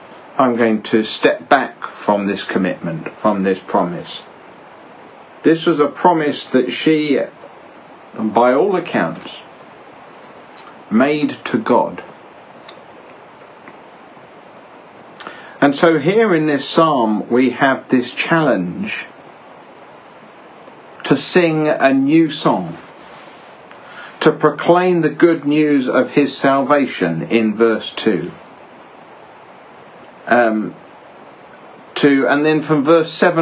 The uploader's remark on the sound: Each week, on a Sunday evening, I livestream a short meditation on the Psalms in the Bible. The livestream takes place from various locations, often with other ambient noise in the background.